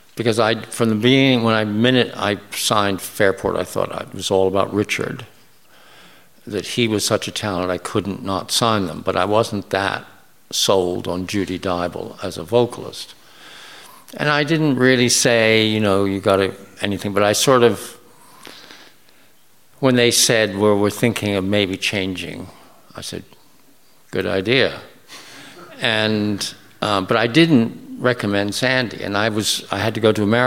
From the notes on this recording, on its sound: In conversation at Cecil Sharp House. On stage at the Indoor Festival of Folk.